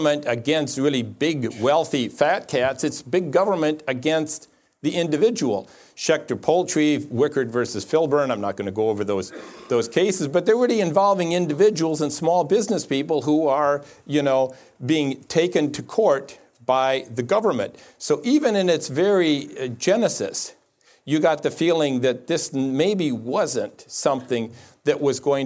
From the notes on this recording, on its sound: In this episode we bring you an Acton Lecture